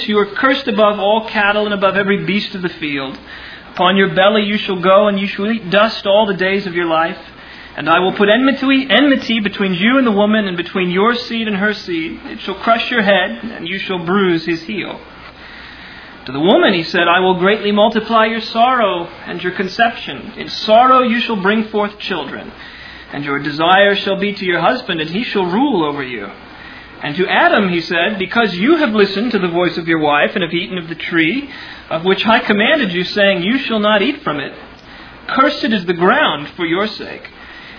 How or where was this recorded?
large echoing room